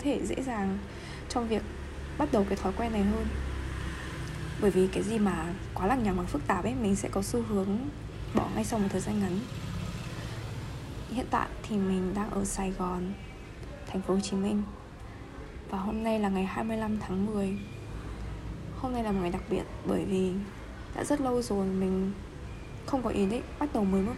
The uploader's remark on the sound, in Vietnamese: Ghi âm xong rồi mình mới phát hiện chỗ mình ở ồn thật đấy.